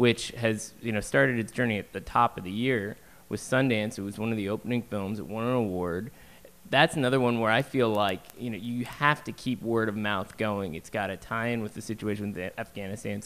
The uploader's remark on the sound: Live From NYFF